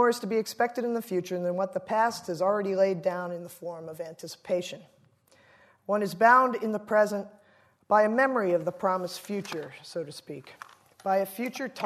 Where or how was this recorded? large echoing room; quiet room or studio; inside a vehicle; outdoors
large echoing room